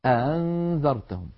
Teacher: مكسورة، إذن الهمزة المسهلة هي همزة وفي نفس الوقت معها حركة، فإن كانت حركة الهمزة الفتحة يكون تسهيلها بين الهمزة المحققة والألف